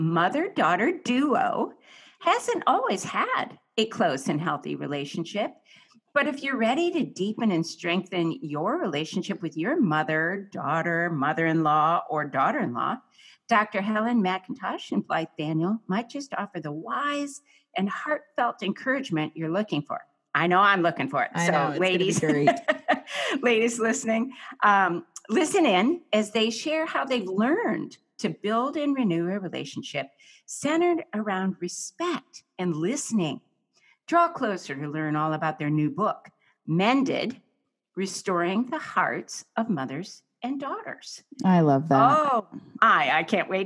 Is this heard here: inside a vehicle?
no